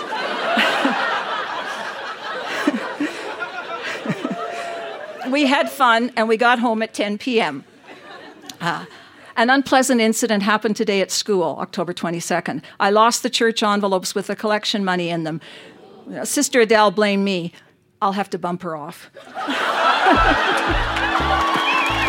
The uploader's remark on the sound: Recorded live at Yuk Yuk's in Calgary, AB.